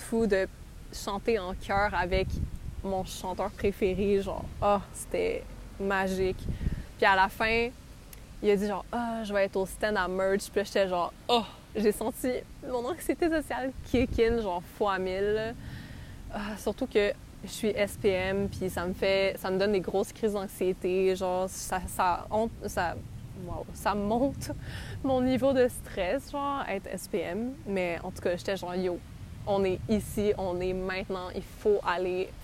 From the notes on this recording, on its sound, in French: Nous sommes désolées pour les bruits de vent, elle enregistre dans un parc